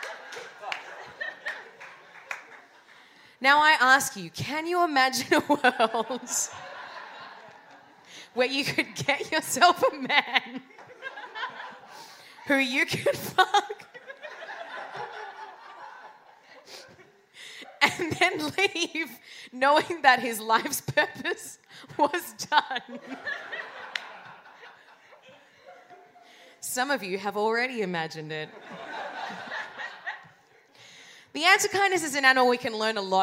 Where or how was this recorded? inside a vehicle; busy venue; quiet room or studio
busy venue